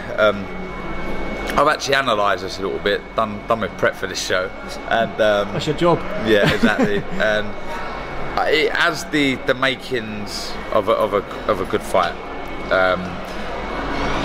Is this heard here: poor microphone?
no